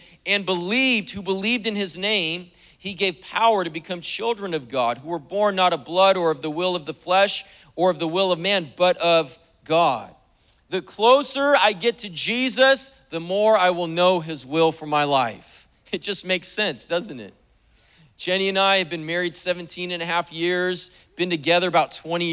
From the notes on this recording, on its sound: was preached on May 1st at the 10AM service